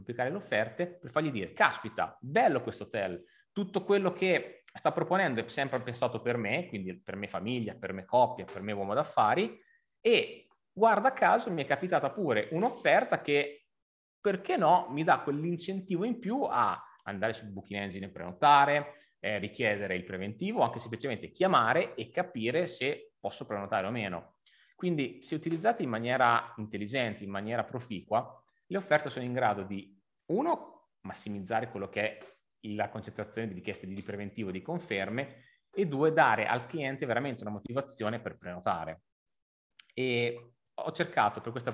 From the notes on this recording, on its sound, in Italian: La registrazione integrale del webinar Revenue Superstar